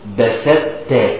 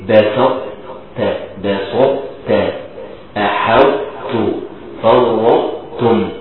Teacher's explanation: بس بجيب صفة الاستعلاء بتاعة الطاء · Shown in: second take · Term: إدغام ناقص